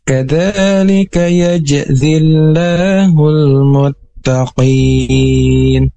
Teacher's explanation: ada tekanan karena qalqalah, yaitu jim mati